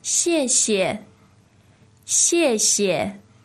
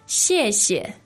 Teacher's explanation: 谢, the fourth tone, but the second 谢 is neutral tone.